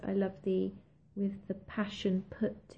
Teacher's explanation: There's a lot of repetition of that puh sound, so alliteration there, and it's a plosive. You sort of have to throw it out your mouth, and again, that I think causes that creates a breathless kind of feel.